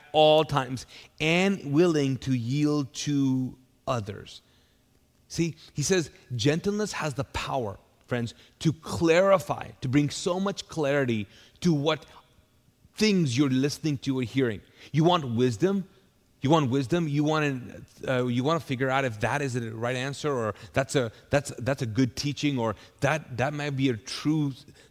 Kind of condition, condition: setting, large echoing room